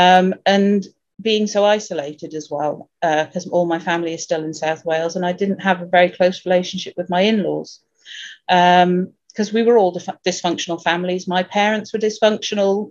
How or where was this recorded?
video call